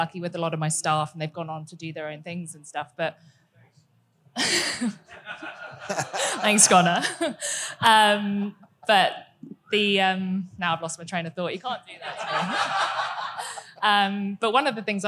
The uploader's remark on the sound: This episode is a recording of a panel chat I had up in Brisbane as part of Paramount Liquor’s Future Proof event.